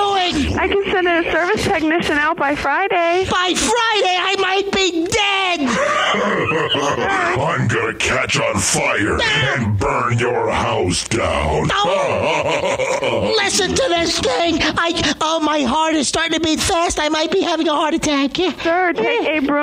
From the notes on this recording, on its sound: Prank Phone Calls.